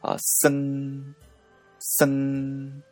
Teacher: 子音の S と後ろの NG の間には母音は入りませんので